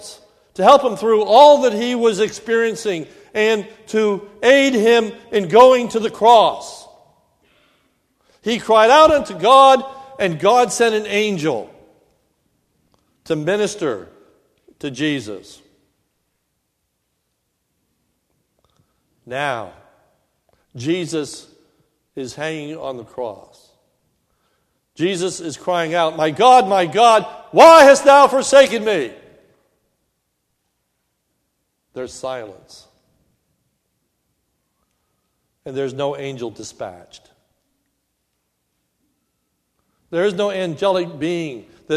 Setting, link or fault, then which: setting, large echoing room